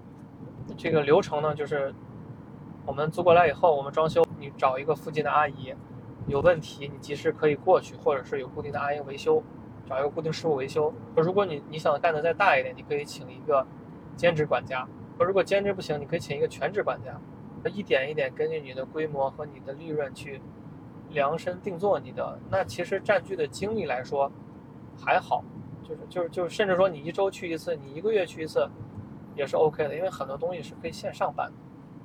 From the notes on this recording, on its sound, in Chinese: 这期很特别，因为我忙着赶车所以是在车上录制的这期播客。